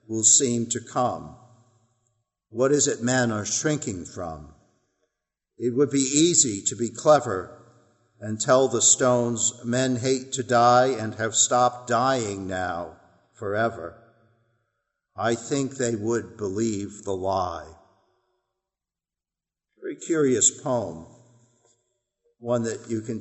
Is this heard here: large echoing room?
yes